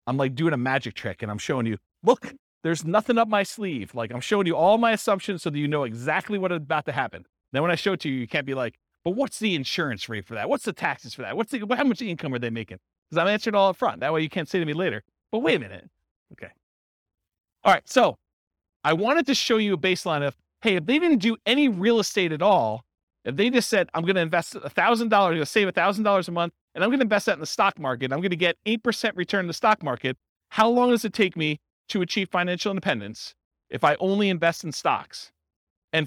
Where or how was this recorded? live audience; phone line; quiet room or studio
live audience